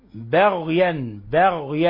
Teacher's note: لاحظوا ترقيق الباء وتفخيم الغين لا نقول بغيا نفخم الباء ولا نقول باغيا، باغيا الغين تفخم